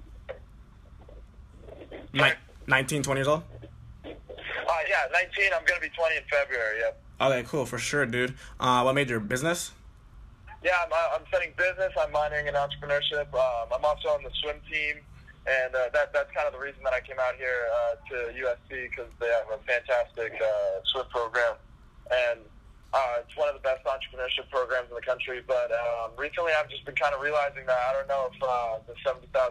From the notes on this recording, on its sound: A Phone Call With a USC Student.